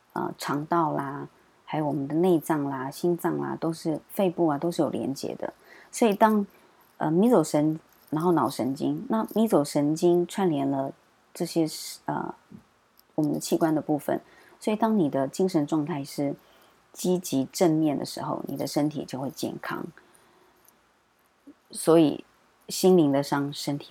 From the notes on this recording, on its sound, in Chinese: 本週背景白噪音：樓上施工打地板，請多包涵。